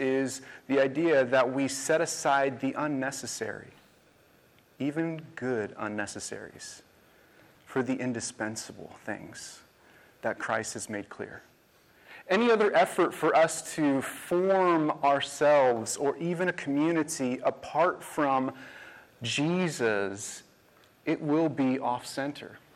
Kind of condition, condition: setting, large echoing room